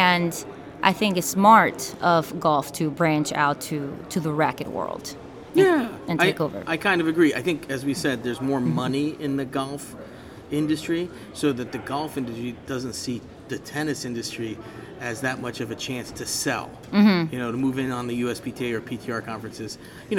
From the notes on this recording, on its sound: Live In Orlando At The PGA Show. Live at The PGA Merchandise Show.